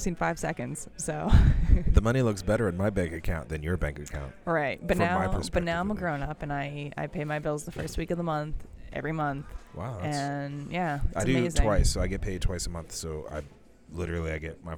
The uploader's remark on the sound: We Pick Up A Cup and Celebrate at Panera Bread. Live from Panera Bread.